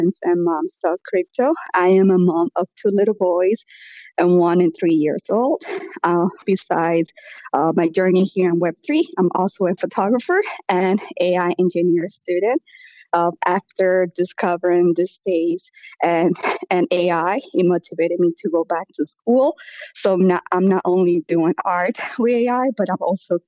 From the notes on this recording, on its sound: broadcast live via a Twitter space